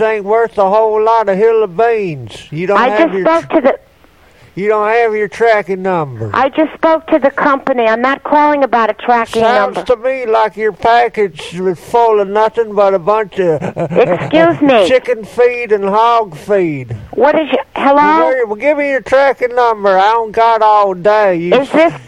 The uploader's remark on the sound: Prank Phone Calls